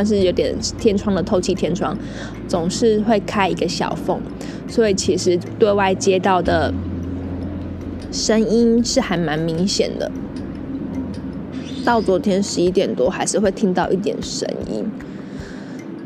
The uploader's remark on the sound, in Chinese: 葡萄牙里斯本漫旅 一個人旅行。國外雜音多，請多包涵。